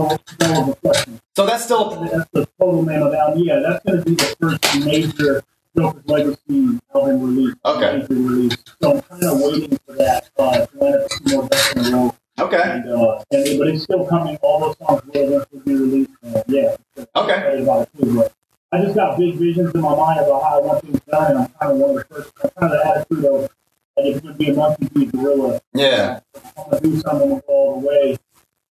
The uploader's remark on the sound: Unfortunately the streaming gods were not with us for this one, as the audio recorded...